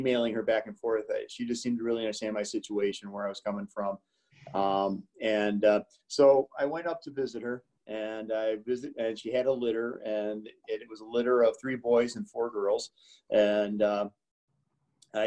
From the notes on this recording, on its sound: Joan of Arc Parish in Lisle, IL. For an interview via Zoom.